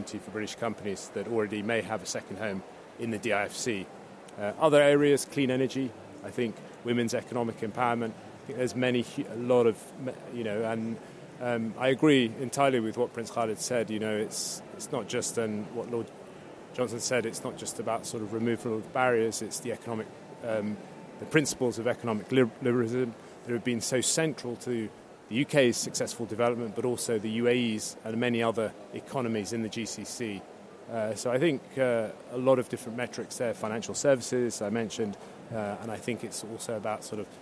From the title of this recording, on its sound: CMEC AT CONSERVATIVE PARTY CONFERENCE